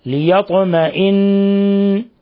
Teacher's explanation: ولاحظ قلقلة الطاء لسكونها